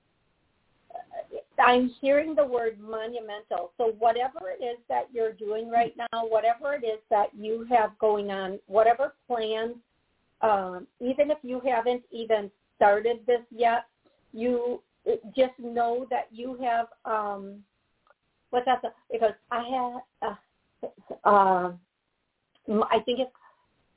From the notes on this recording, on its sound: Live Call.